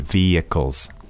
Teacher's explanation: The H is silent. You just have to sort of smooth out that sound